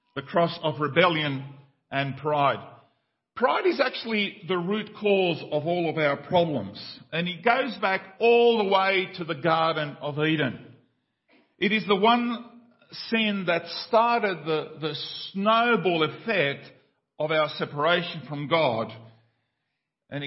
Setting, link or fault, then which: setting, large echoing room